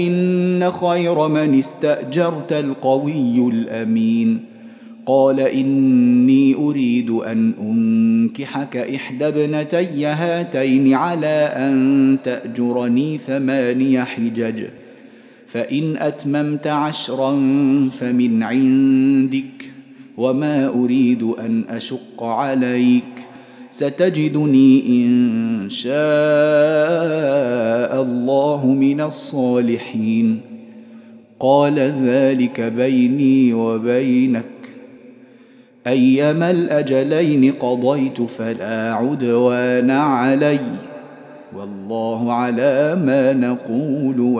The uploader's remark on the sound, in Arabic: مسجل من صلاة التراويح بمسجد السلام بحي مشرفة بجدة.